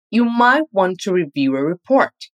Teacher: nós vamos dar uma ênfase maior à palavra might na frase